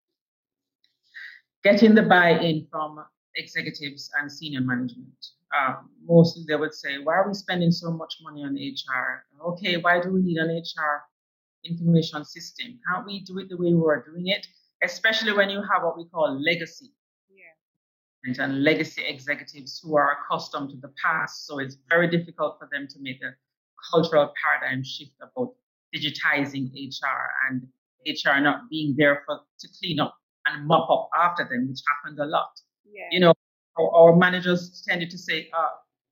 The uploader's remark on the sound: I apologise for this episode's sound quality